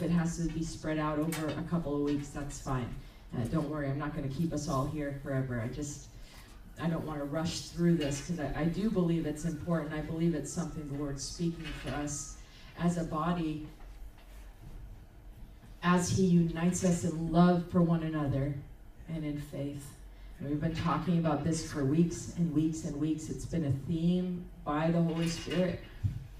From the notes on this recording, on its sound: Recorded on October 8, 2023 at Crossing Life Church in Carmel, ME.